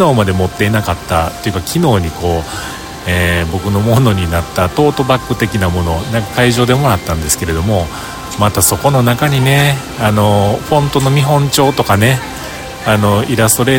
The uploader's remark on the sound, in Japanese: AdobeMAX Japanも終了し、その翌日の東京での収録です。午前中、大雨。雨宿りをするのに表参道ヒルズに入り、そこでの収録です。